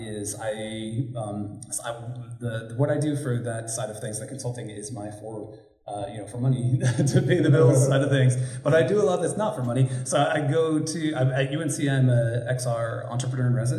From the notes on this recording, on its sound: live at the STEM PLUG 1st annual EduVibe Fest in Durham, NC